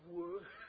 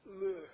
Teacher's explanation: Bilabial wu and lateral lu.